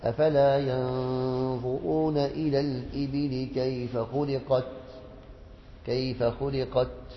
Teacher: التاء والكاف الهمس يظهر فيهما عند الإسكان